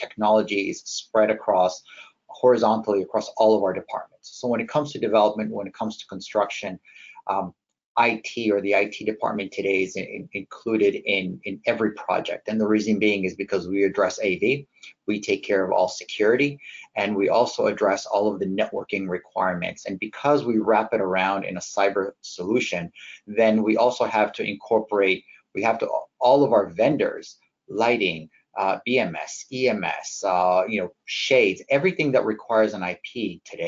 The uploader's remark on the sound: Realcomm Webinar